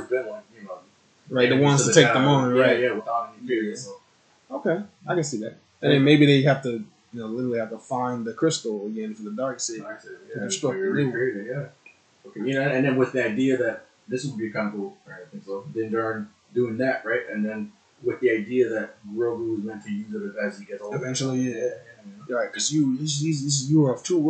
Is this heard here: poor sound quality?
yes